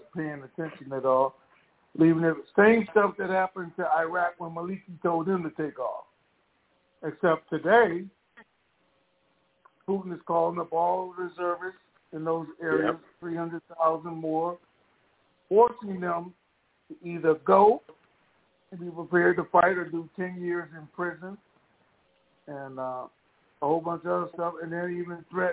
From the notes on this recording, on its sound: TNTSuperfantastic Conference Call.